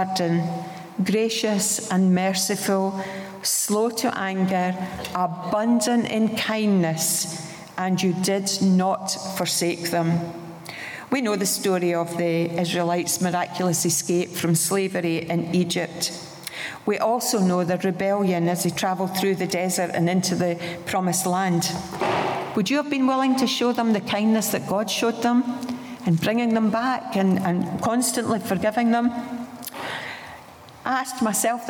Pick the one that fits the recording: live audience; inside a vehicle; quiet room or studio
live audience